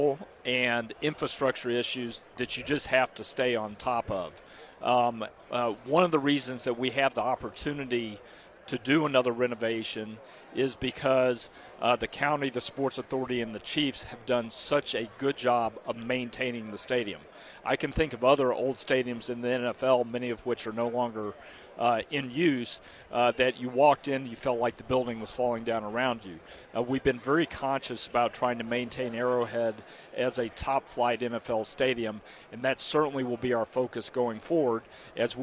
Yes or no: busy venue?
yes